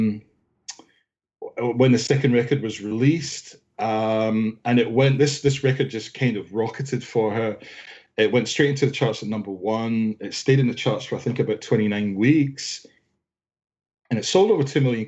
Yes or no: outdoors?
no